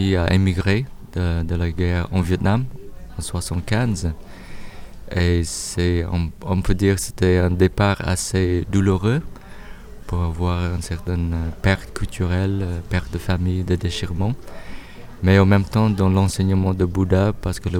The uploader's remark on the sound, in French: En Direct Du Forum A Ciel Ouvert. PODCAST des entretiens exclusifs enregistrés au FORUM A CIEL OUVERT.